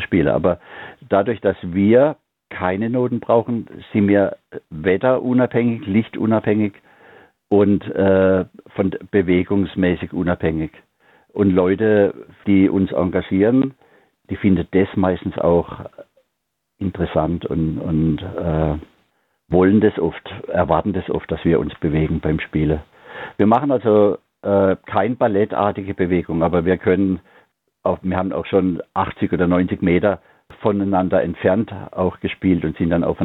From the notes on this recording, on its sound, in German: HoffART Theater. Die GIGparade ist das Live-Konzert Magazin von Radio Darmstadt für die regionale Musik- und Kultur-Szene Darmstadts. Für aktuelle Infos rund um die GIGs werden die Musiker und Künstler per Telefon direkt in die Sendung zum (Live-)Interview hinzu geschaltet.